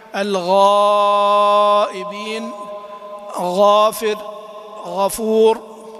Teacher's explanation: استيفاء تفخيمها في نحو الغائبين، غافر، غفور